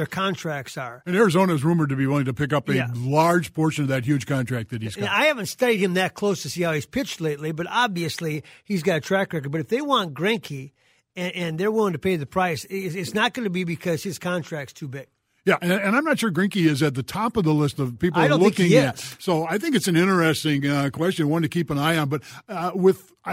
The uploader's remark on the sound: field your phone calls for the rest of the hour